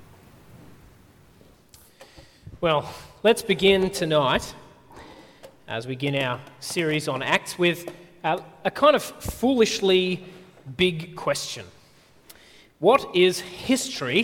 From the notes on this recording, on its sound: At a Church in the Graveyard service